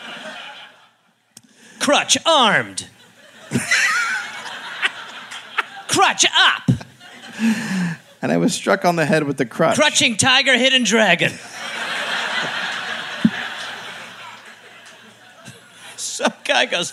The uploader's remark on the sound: Live in Adelaide.